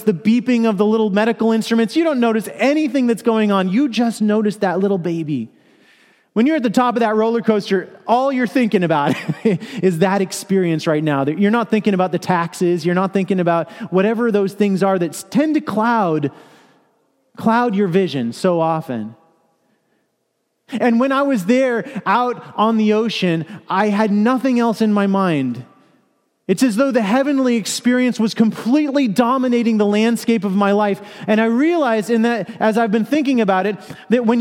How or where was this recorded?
large echoing room